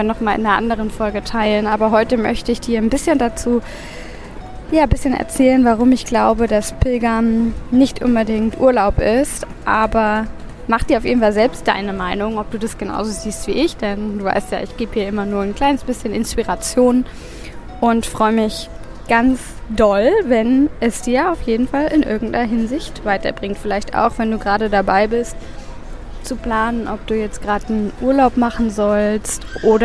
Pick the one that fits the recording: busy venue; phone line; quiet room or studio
busy venue